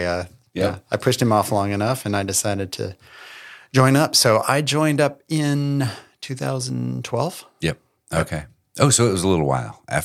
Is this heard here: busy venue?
no